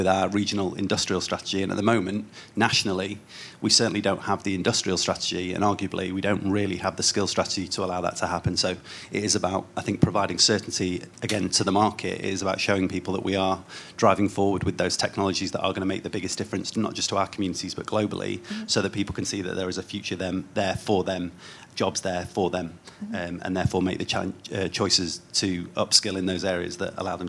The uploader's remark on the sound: This is a live recording from the New Statesman Media Group's Path to Power conference.